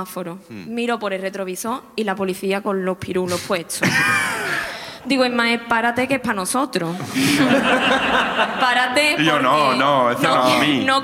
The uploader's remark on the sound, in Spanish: El público de Sevilla también nos cuentan sus ruinas